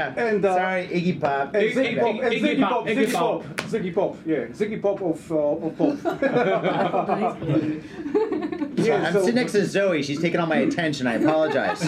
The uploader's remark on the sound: As soon as the mic was hot the room was on fire! The mics were damaged, things were broken and an epic amount of booze was consumed (and spilled).